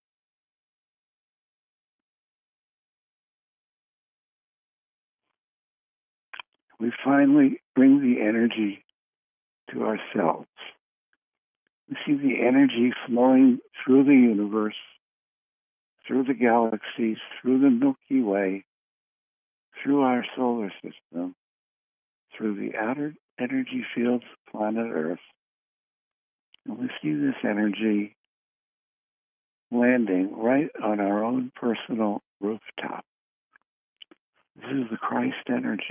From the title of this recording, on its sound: Conference Call LIVE, January 3, 2022